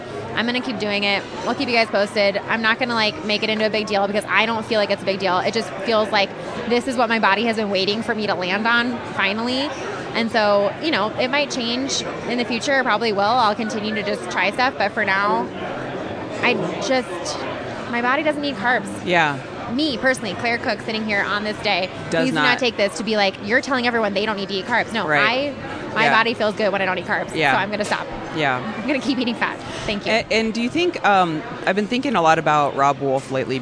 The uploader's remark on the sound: This week we take our mics out into the wild and podcast from a coffee shop in Downtown Denver. Sit back and enjoy the ambiance.